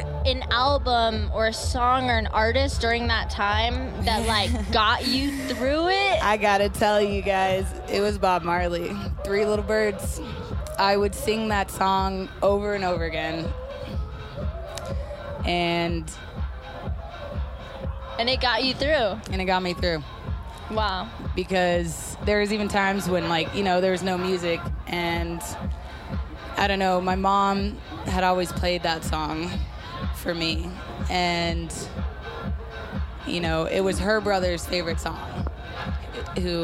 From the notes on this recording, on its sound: Live from Grandoozy Music Festival in Denver, CO. 2018. One sunny day in Denver at the largest festival the state of Colorado has ever seen.